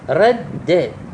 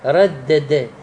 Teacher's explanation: رد د، يعني دائين أحدهما ساكنة والأخرى متحركة، من نجتمع حرفين الدالين مع بعضهما من جنس واحد أصليان ليس زائدان في كلمة واحدة وجب إدغامها، فتدخل الدال الساكنة في الدال المتحركة وتدغمها · Shown in: first take · Term: إدغام واجب